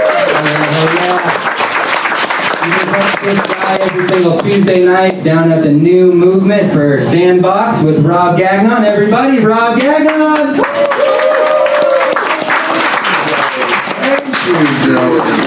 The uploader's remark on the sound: Live from Genuine Joe's